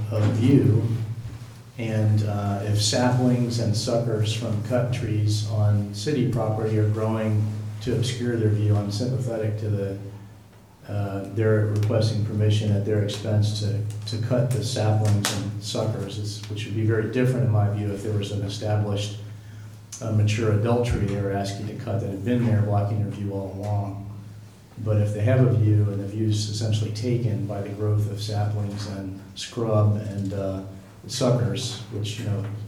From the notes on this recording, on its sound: Live recording of Astoria City Council meeting. Held in council chambers at 1095 Duane Street, 7 pm. This recording begins slightly after the opening gavel.